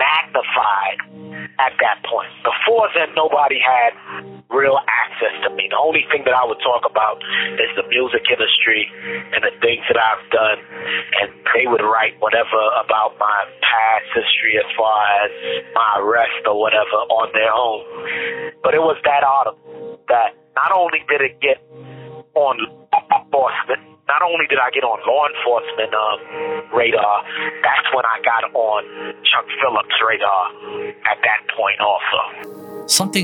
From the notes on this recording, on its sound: This Bonus Episode contains unedited phone calls.